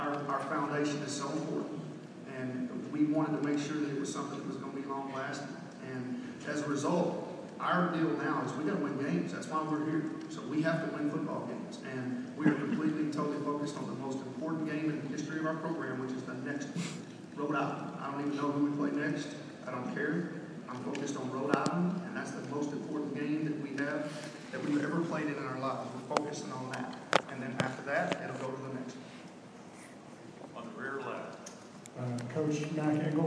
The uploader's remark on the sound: Q&A at Big 12 media days 2016